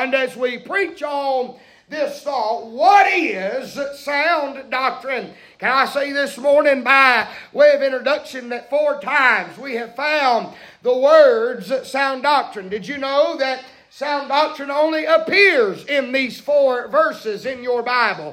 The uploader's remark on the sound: preaching live from Still Water Baptist Church